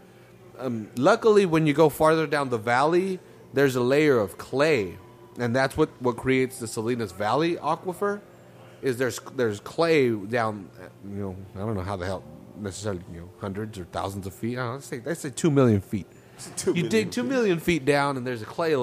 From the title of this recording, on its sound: at the Street Low Magazine Car Show